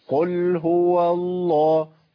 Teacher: اللام بتاع اسم الجلالة لام مفخمة